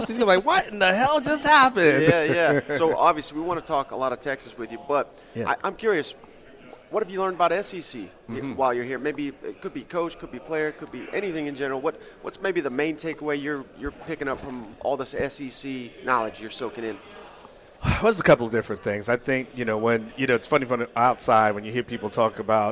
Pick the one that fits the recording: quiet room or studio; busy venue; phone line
busy venue